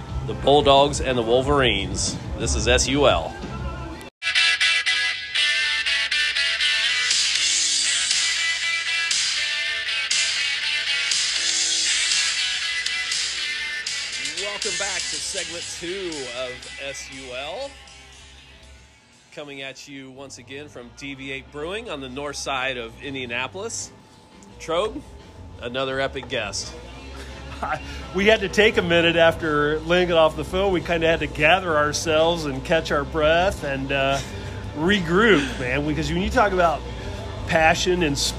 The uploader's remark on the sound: On location from Deviate Brewing.